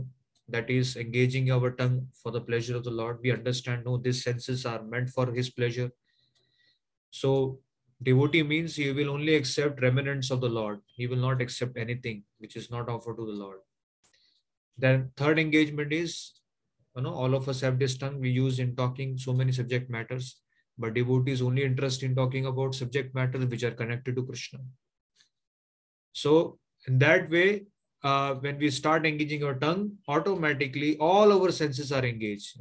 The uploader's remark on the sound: Zoom classes